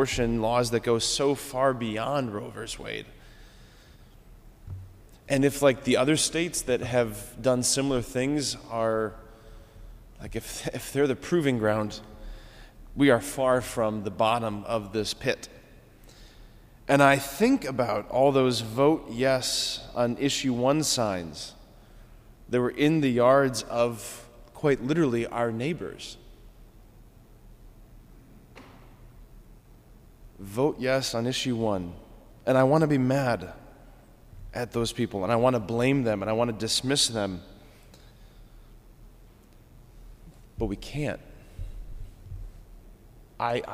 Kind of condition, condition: setting, large echoing room